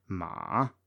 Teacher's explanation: So that's two, one, four. We start mid low, go to low, and then uh, to mid high. · Term: full dipping third tone